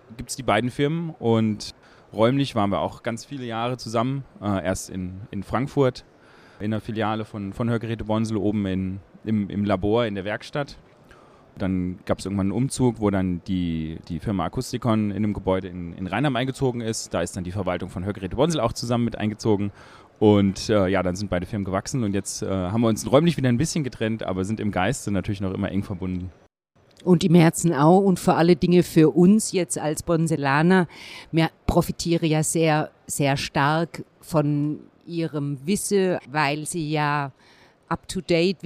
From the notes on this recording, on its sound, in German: Weltweit der größte Hörakustikerkongress dieses Mal in Hannover. Interviews direkt von der Messe.